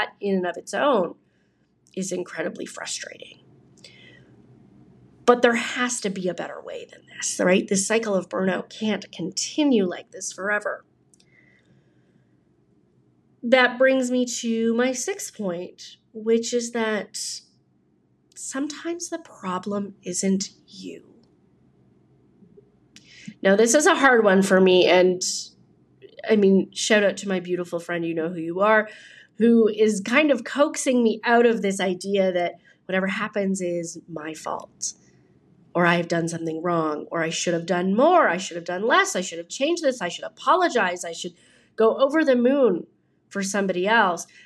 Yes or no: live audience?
no